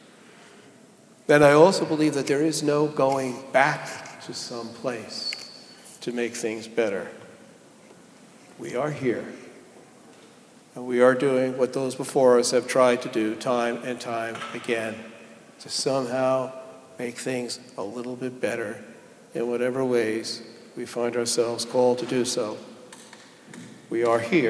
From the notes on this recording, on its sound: Delivered at Jan Hus Presbyterian Church and Neighborhood House